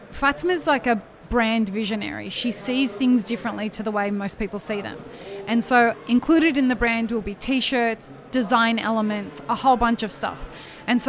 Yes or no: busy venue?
yes